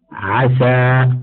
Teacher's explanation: ويجب الحرص على ما تتصف به من استفال وانفتاح دائما لئلا تشتبه بالصاد المستعلية المطبقة